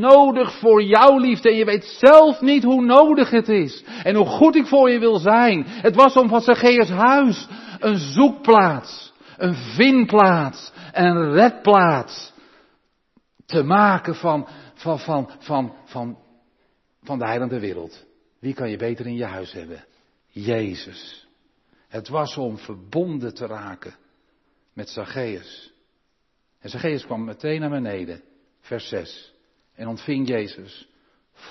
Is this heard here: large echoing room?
yes